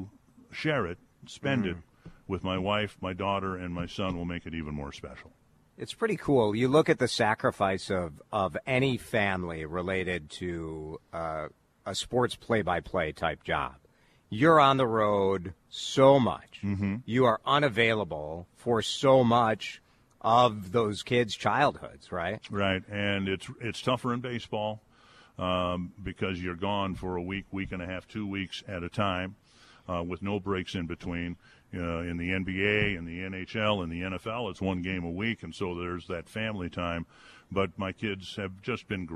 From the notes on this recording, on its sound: We are doing it LIVE from the Diamond Awards over at The Armory in Minneapolis for the Minnesota Twins’ Diamond Awards Ceremony